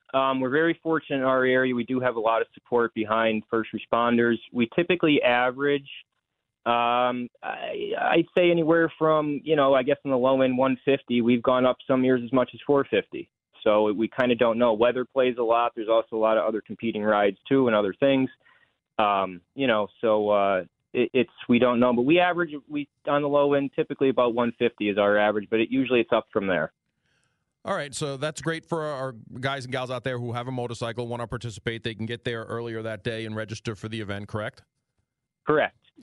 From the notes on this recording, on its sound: calls into "The Rob O'Donnell Show"